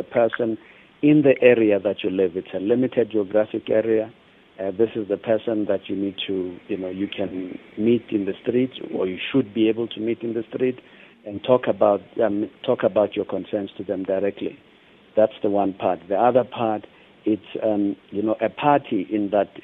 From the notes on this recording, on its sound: we are joined on the line